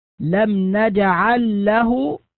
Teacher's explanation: لام مشددة لا يوجد فيها غنة